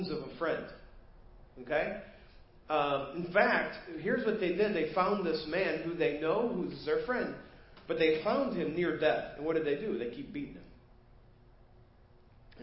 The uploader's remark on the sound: Preached at First Baptist Church of Hazel Park